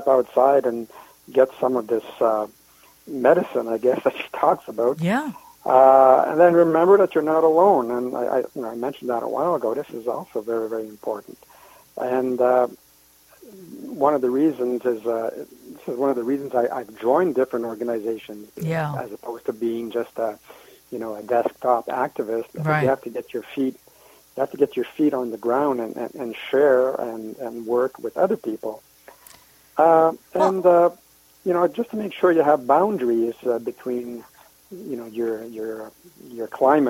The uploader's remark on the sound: She called in from Europe, where she is based.